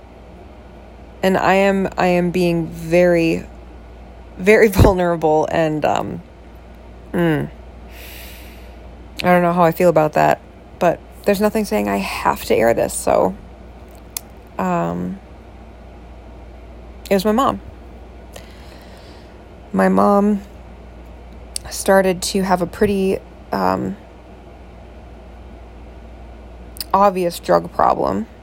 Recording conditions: sounds in the background